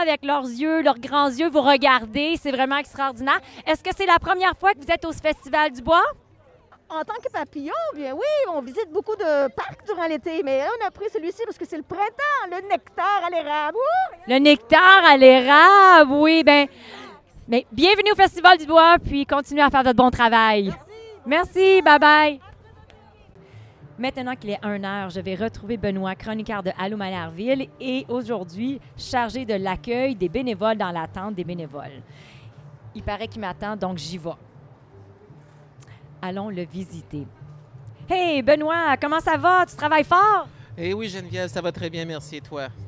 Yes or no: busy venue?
yes